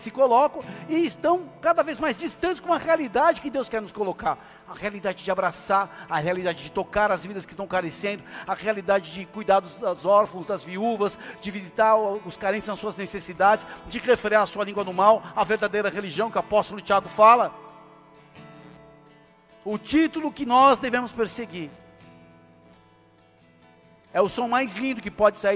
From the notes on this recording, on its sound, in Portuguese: Áudio extraído do culto da Igreja Bola de Neve